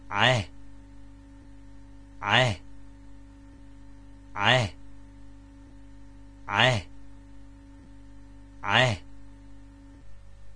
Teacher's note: Guttural A, as in mast, but pronounced quite in the throat.